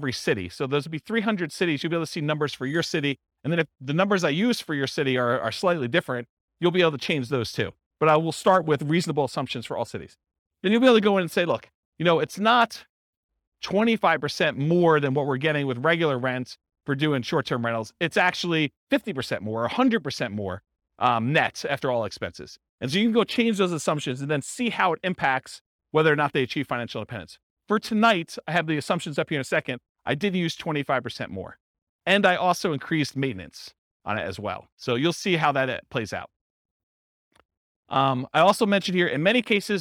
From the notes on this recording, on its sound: This was a live class recorded